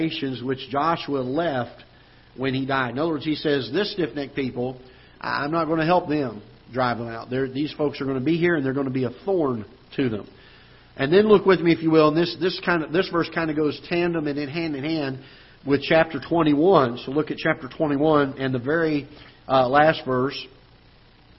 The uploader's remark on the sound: Ketha Heights Baptist Church ~ Live Broadcast.